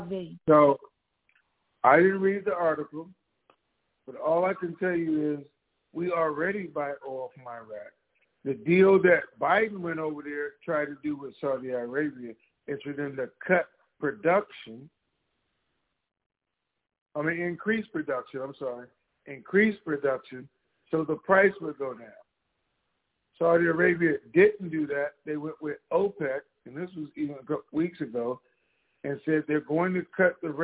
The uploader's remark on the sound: TNTSuperfantastic Conference Call